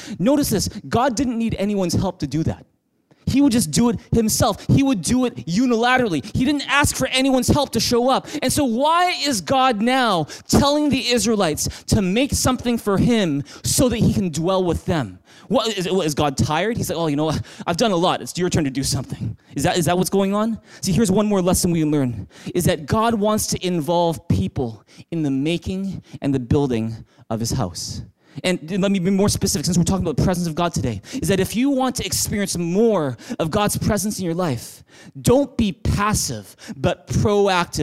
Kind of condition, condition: setting, large echoing room